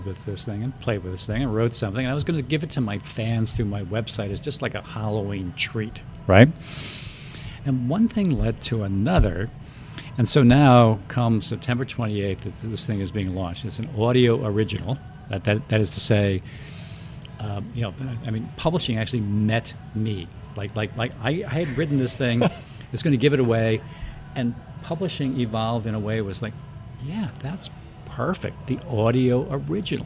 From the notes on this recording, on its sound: recorded at Legends in NYC